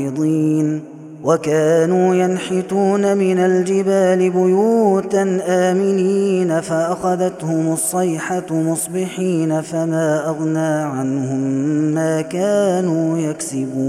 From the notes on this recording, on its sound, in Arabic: هذا التسجيل من صلاة التراويح